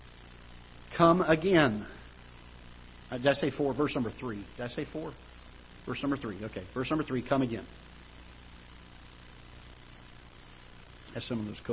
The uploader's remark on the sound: Ketha Heights Baptist Church ~ Live Broadcast